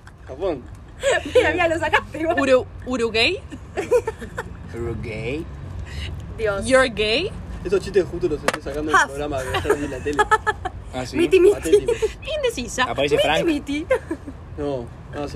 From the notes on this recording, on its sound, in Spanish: perdón por los ruidos raros